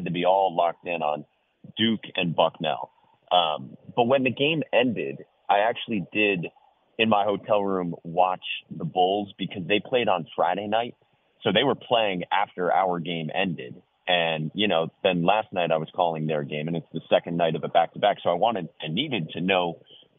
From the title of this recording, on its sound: Calls in Live